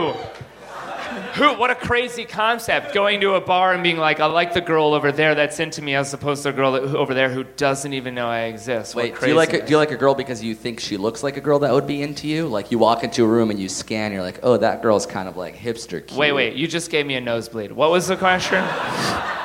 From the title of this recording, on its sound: Live from Montreal!